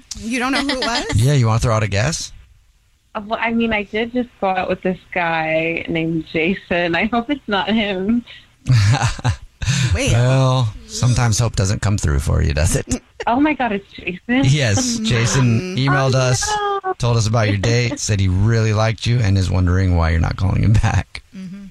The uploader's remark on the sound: We get that other person on the phone. One of our listeners is on the phone.